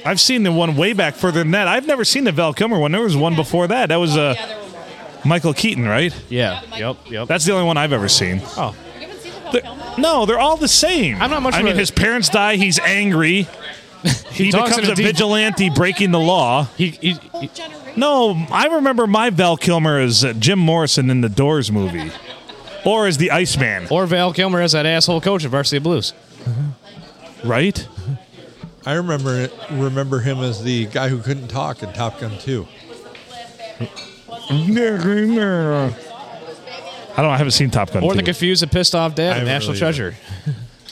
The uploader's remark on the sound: Recorded on a Sunday and the world famous Blue Water Sports bar in Port Sanilac, Michigan.